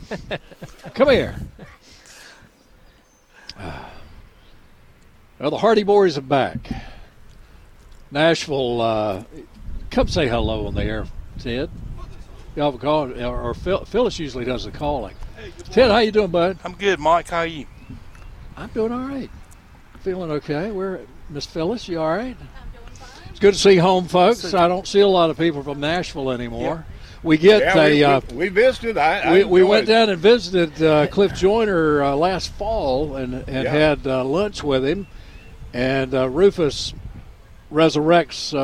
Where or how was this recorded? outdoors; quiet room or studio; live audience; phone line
outdoors